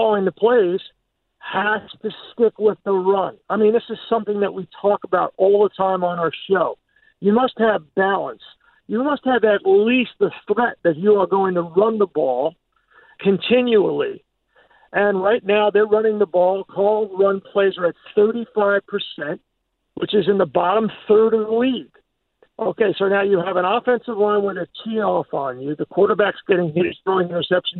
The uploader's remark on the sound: We open the phones and allow for the Airing of Grievances... In which a special caller from the past called in.